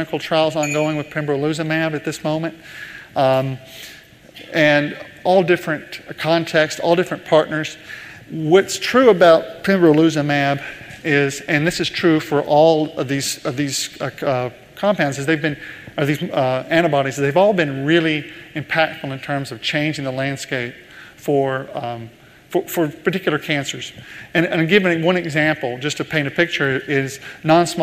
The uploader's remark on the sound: In this leadership keynote, first recorded at the 2019 PODD: Partnership Opportunities in Drug Delivery conference